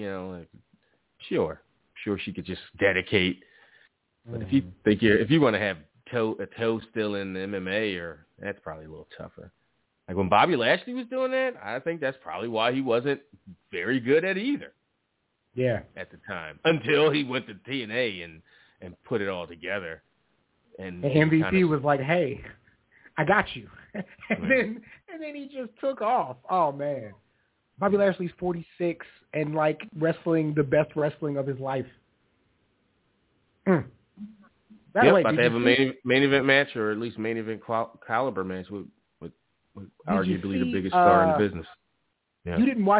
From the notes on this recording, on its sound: Live calls and much more conversation. Weekly caller, email and tweet driven show.